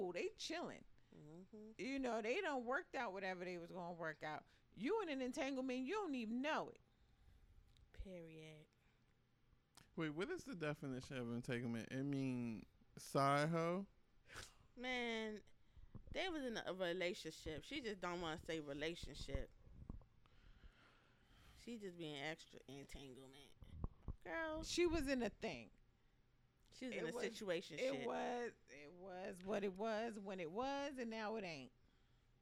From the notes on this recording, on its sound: Turn your headphones up for this episode — sorry :)